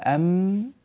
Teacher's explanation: اشترك في نطقها مخرج الشفتين بانطباقهما · Term: الميم